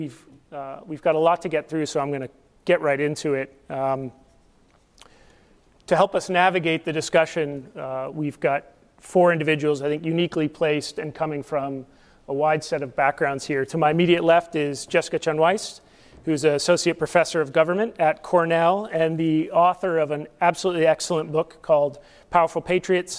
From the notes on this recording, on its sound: Q&amp;A with the audience